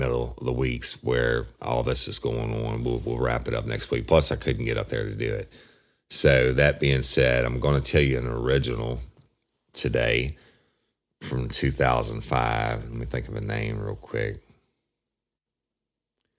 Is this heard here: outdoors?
no